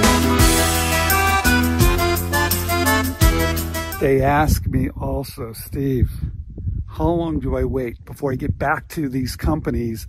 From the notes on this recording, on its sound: filmed on location in the Sahara desert in Morocco